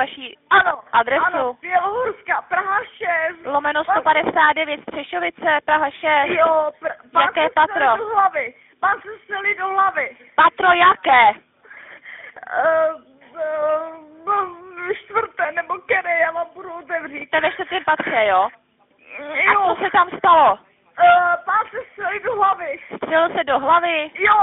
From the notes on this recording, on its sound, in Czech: Autentický záznam telefonátu vražedkyně na tísňovou linku.